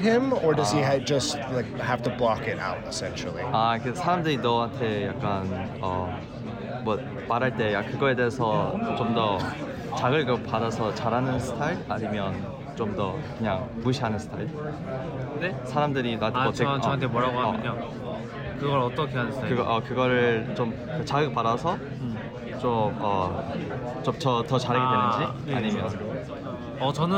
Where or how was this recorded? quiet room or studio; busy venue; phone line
busy venue